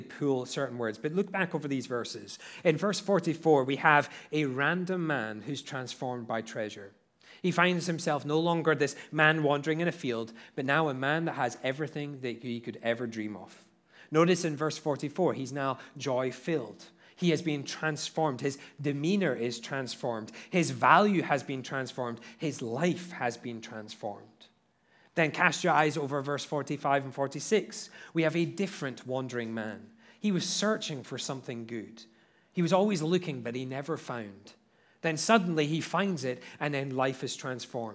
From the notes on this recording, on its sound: At Liberty Baptist Church in Liberty, Missouri.